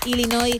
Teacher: Así que sin pronunciar la S final